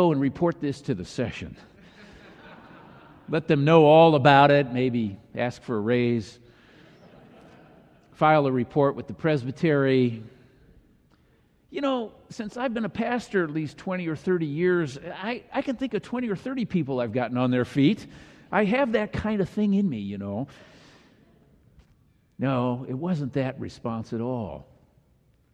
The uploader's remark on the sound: delivered during the Traditional Worship service.